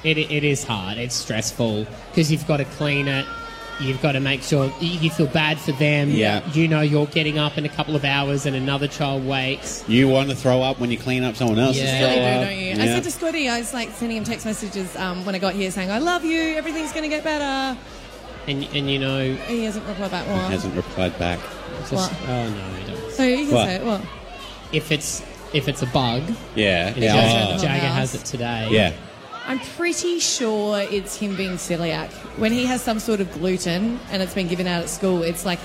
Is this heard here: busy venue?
yes